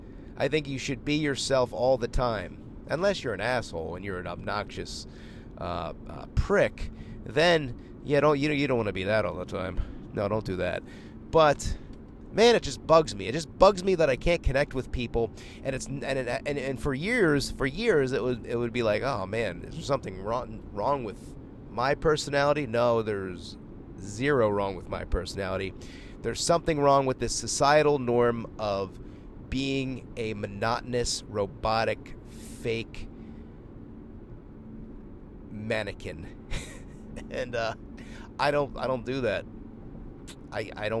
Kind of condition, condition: setting, inside a vehicle